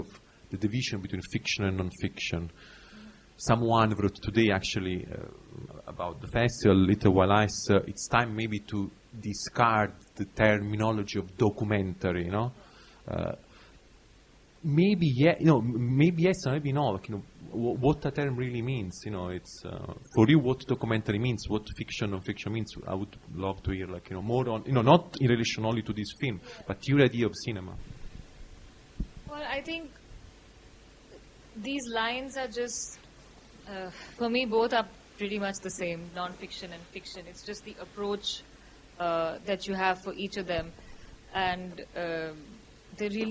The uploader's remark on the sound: This conversation was recorded during the opening night screening for FRAMES of REPRESENTATION 2021